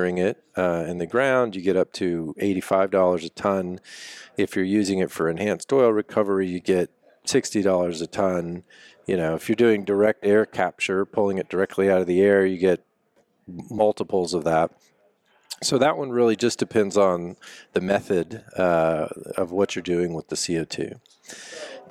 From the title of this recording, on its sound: Live at GSTC